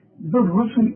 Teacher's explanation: بالرسل البه رققها، السين كمان رققها علشان السين جايه جنب راء والراء مفخره.